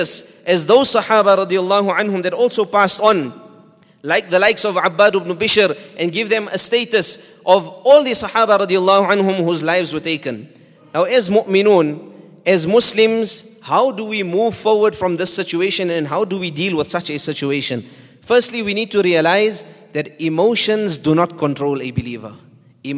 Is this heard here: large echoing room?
yes